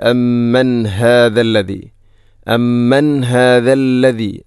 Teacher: ഇവിടെ അമ്മൻ ശേഷം ഹാഇൻ്റെ ശബ്ദം കൃത്യമായിരിക്കണം, തൊണ്ടയുടെ ഏറ്റവും അടിഭാഗം